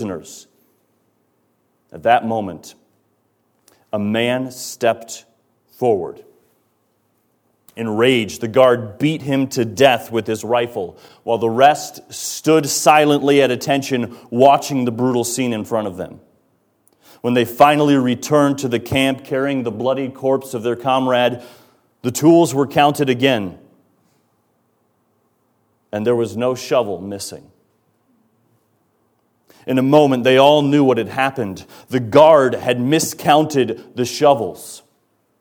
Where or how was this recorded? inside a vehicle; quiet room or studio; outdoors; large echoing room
large echoing room